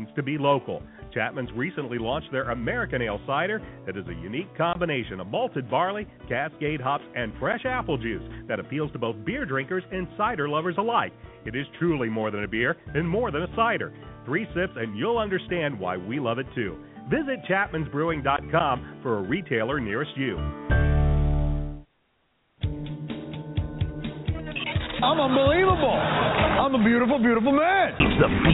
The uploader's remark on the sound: Live from Wrigley Field Bar and Grill